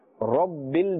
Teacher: because ra has a fatha, and therefore must be pronounced with a thick tone or a full mouth.